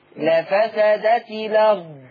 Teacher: شيل الهمزة خالص وتاخدي الفتحة تحطيها على مين؟ على اللام · Term: نقل